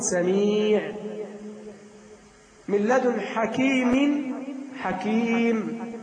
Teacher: أما تنوين الضم والكسر، سميع يوقف عليه بالسكون